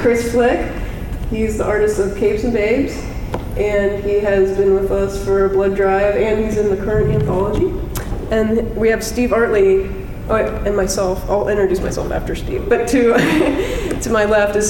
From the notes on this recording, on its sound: the audio we recorded during the CARTOONISTS DRAW BLOOD panel from Sunday, September 30 at Baltimore Comic-Con 2018